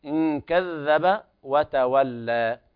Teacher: يلاحظ إخراج طرف اللسان مع مخرج الذال